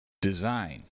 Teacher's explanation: Design uses a short E, a Z sound, and a long I.